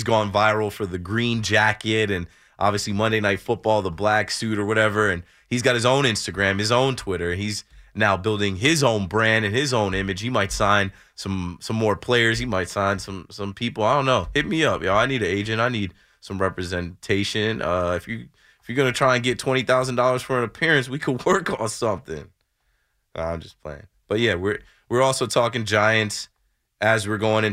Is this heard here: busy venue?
no